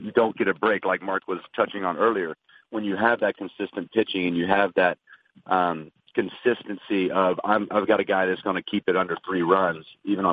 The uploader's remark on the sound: MLB Opening Day Conference Call.